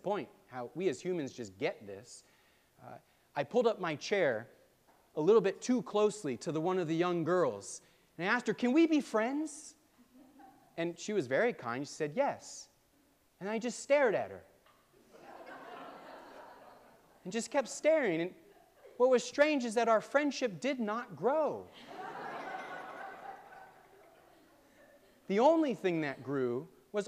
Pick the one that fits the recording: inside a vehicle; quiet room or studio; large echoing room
large echoing room